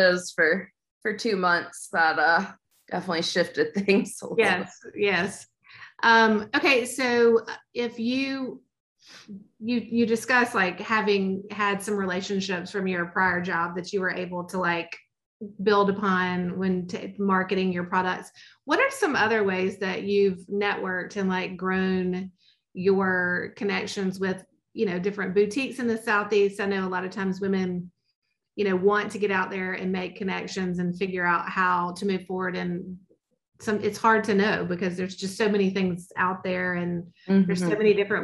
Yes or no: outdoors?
no